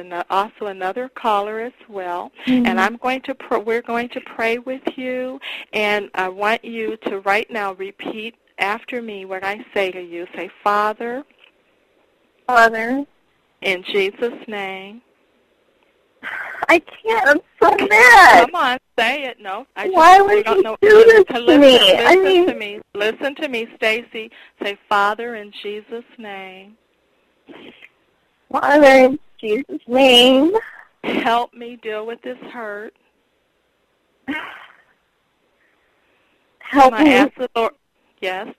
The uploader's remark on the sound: Personal Prank Phone Calls Collection